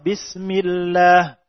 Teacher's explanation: Ketika sebelum lam pada lafzul jalalah adalah harokat kasrah, maka ditarqiq. Sehingga menjadi muraqaq.